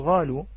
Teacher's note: ولذلك هناك من ينطق القاف أو الغين قافا والقاف غينا، وهذا كثير حتى عندنا هنا في الخليج ينطقون هذا، والمشهور عند أهل السودان، الأخوة في السودان القاف عندهم غين، لا ينطقون قافا وإنما غين